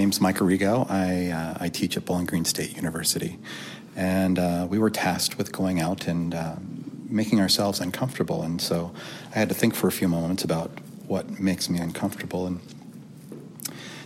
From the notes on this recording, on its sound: This episode of Positive Space feature interviews with participants in the FATE affiliate session at the Mid-America College Art Association (MACCA) Conference.